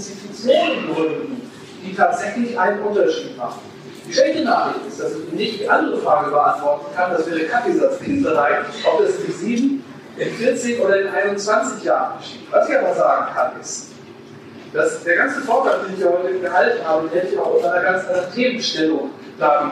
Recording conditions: poor sound quality